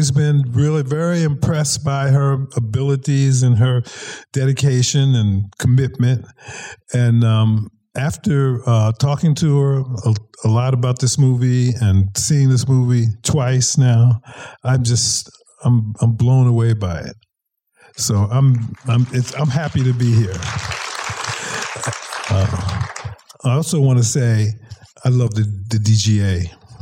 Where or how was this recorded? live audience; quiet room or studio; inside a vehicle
live audience